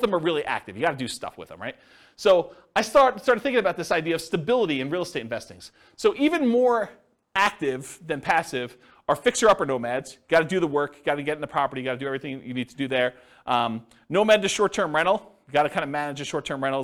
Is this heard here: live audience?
yes